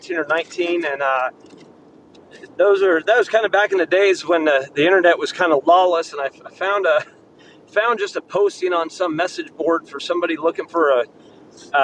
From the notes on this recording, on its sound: driving back from a rodeo, so the audio is a little wonky